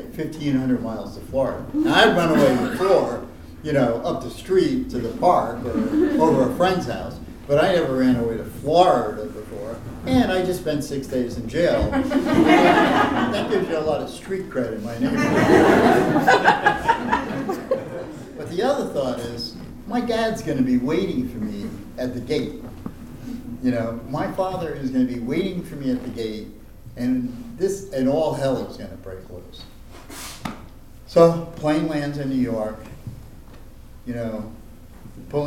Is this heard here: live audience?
yes